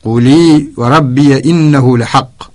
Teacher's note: أخذنا حركة الهمزة وهي الكسرة وألقيناها على اللام الساكنة فقلنا قولي وربي إنه لحق.